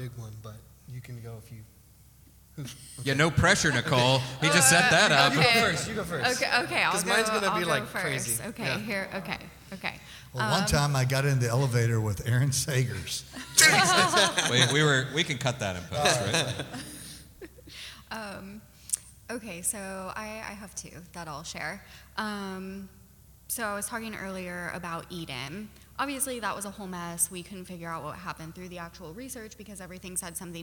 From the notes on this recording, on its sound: Talking Weird Austin at RTX (Live!). It's Talking Strange Live as we take the spookiness on the road to the Rooster Teeth RTX Austin convention. Recorded before a live audience.